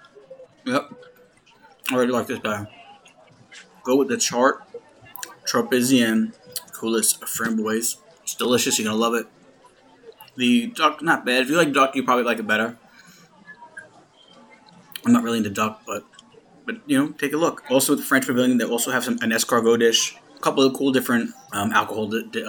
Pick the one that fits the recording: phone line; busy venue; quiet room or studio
busy venue